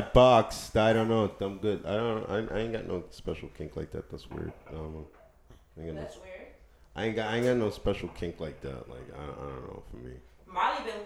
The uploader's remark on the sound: WERE SHARING A MIC ON TODAY'S EPISODE SO BARE WITH US